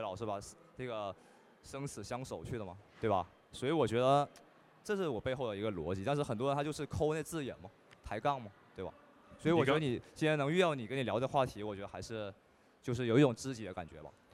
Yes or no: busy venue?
yes